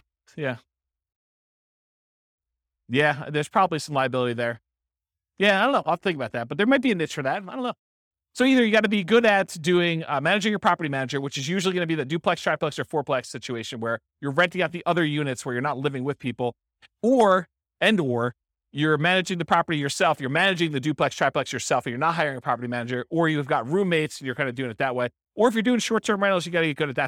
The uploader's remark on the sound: This was a live class recorded.